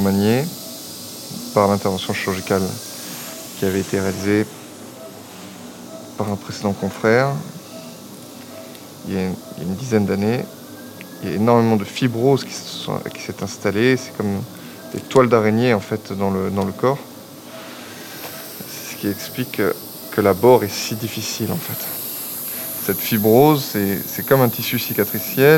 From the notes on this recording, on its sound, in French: Chirurgien spécialiste du coude au CHU de Bordeaux. Les bruits dans le bloc opératoire, ainsi que les interventions du personnel.